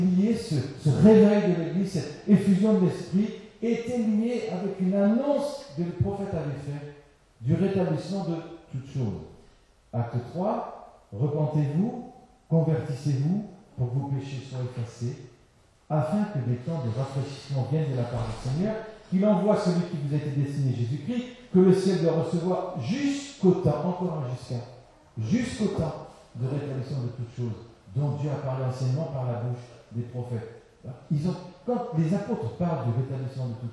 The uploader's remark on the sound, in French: Excusez-nous pour la mauvaise qualité de cet enregistrement.